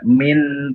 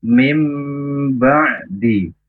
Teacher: Mim ba'di, Nun sukun bertemu dengan huruf ba, bacaan iqlab, yaitu mengganti suara nun sukun atau tanwin menjadi mim, ya, jadi suara mim. · Shown in: second take · Mim tidak min tapi mim ba'di.